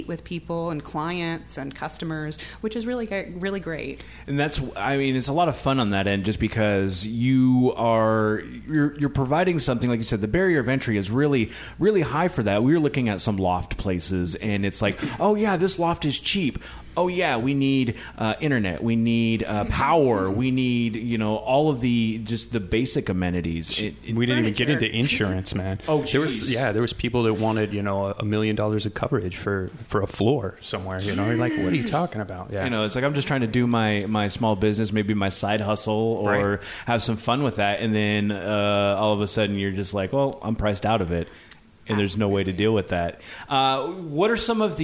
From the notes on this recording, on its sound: They recorded at the Union Club location. Union Club at 539 Broadway.